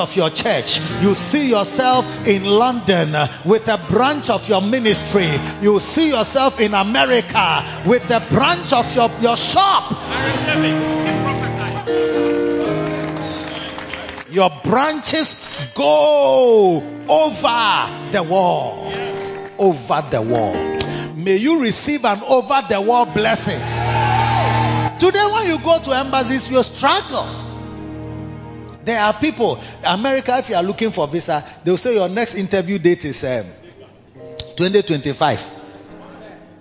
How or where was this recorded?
large echoing room